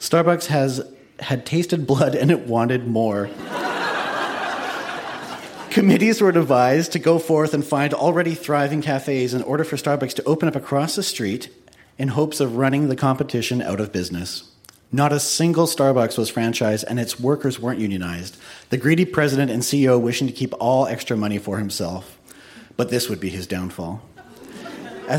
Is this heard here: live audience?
yes